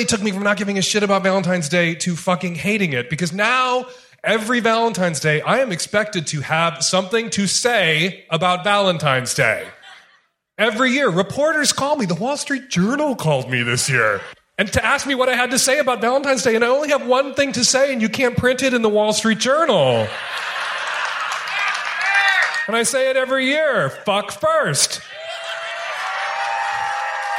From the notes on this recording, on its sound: Valentine's Day Show Live in Portland.